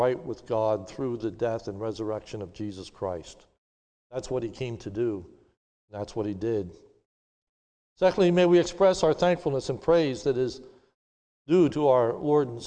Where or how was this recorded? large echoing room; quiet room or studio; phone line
large echoing room